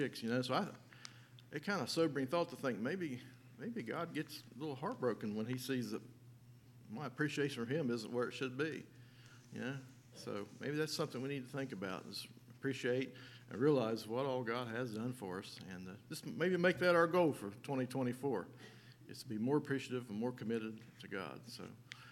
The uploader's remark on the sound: LIVE Services at Sunshine